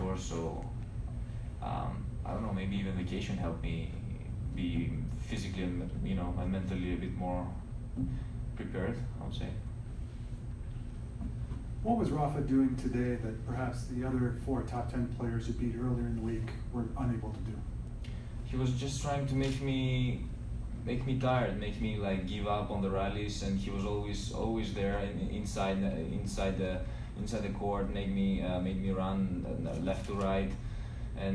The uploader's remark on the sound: Media Scrum Interview. After the Final of the RogersCup.